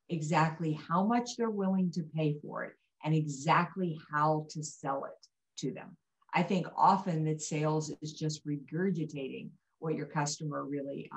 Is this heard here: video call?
yes